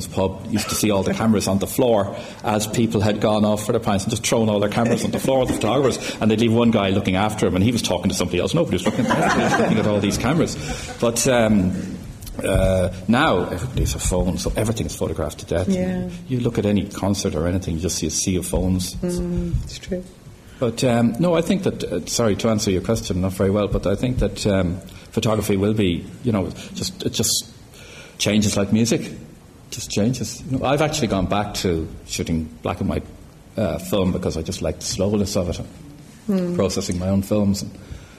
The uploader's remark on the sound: This episode was recorded with a live audience at the Gallery.